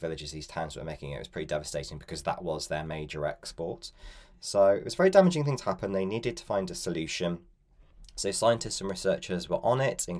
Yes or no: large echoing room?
no